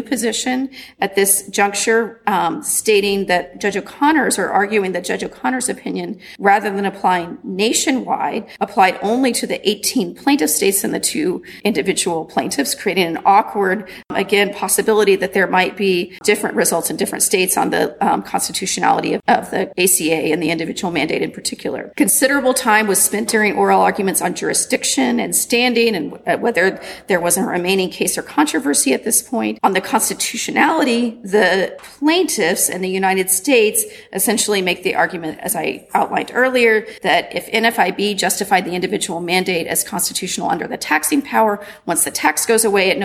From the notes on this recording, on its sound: Recorded at the 2019 annual meeting of the Southeastern Association of Law Schools